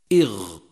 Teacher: وبتعبير آخر، الاستعلاء هو ارتفاع الصوت عند النطق بالحرف إلى جهة فوق، كما تجد ذلك عند لفظك إغ، فإن الصوت يرتفع إلى جهة الحنك الأعلى ولا ينخفض إلى أسفل، ولذلك سميت هذه الصفة استعلاء.